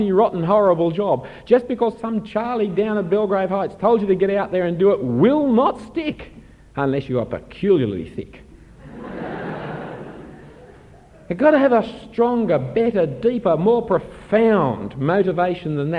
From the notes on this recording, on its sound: Given at an AFES 2015 Conference on Evangelism for university students.